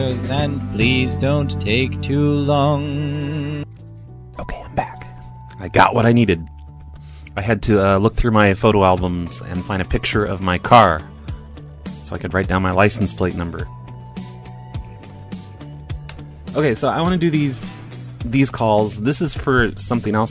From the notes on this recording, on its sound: Prank Phone Calls